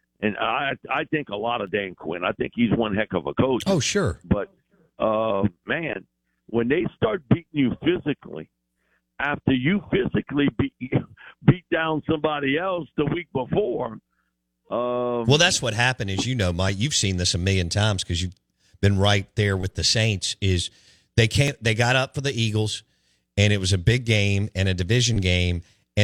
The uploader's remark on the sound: Joins the show on the Farm Bureau guest line talking all things NFL live in the BankPlus Studio.